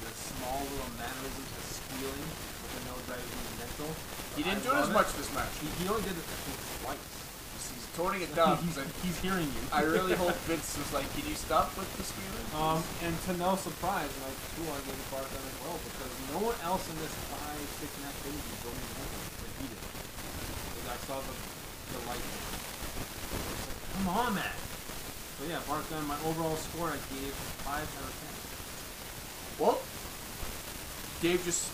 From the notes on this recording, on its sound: Warning* There are some technical issues in this episode.